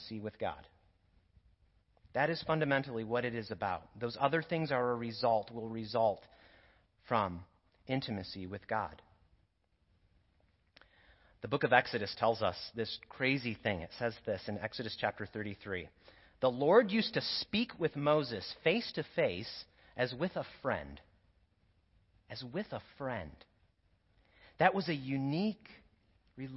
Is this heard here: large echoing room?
yes